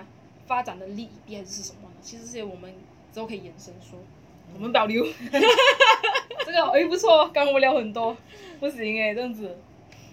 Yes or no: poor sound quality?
yes